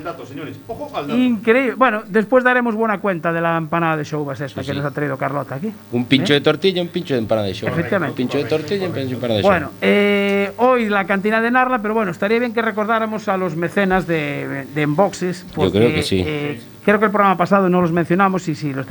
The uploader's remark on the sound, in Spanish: Nos acompaña en el estudio. Tenemos por teléfono.